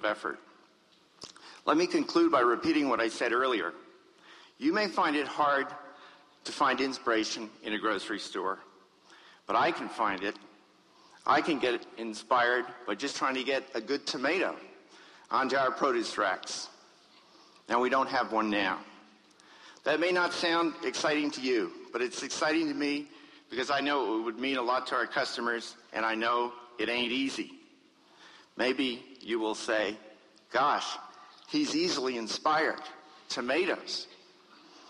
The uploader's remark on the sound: In this address to the Academy of Achievement, recorded at the 1992 Summit in Las Vegas, Nevada.